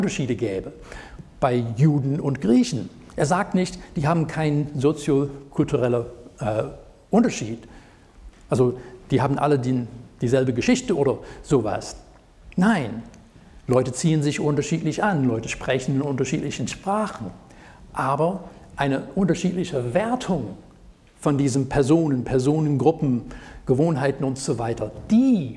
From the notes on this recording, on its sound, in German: Predigt aus dem Gottesdienst vom 16.07.2023.